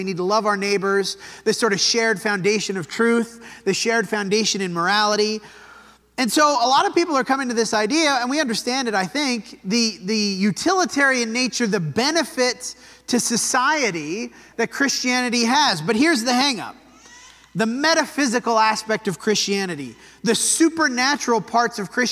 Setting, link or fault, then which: setting, large echoing room